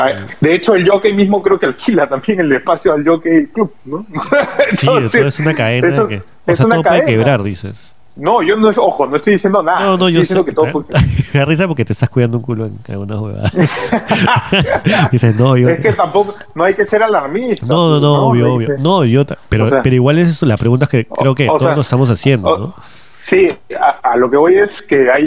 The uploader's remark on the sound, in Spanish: Llamé por teléfono